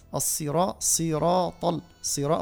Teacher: هم ثلاثة حروف كلها مفخمة، الصا والراء والطاء